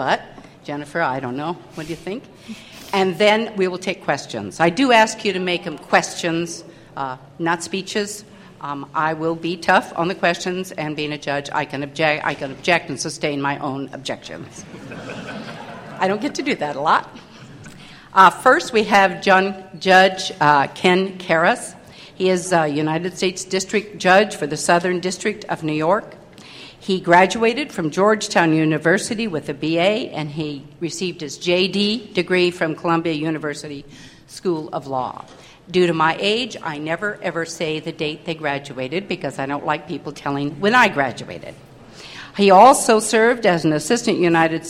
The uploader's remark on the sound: The Federalist Society's Criminal Law Practice Group presented this panel discussion at the 2006 Annual National Lawyers Convention on November 16, 2006.